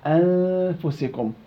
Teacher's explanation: تذهب النون وتبقى غنة النون · Term: الإخفاء الحقيقي